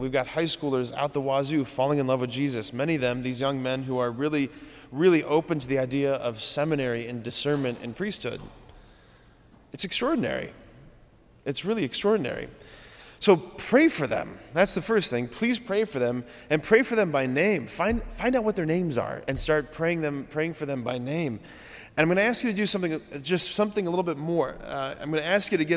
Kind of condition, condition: setting, large echoing room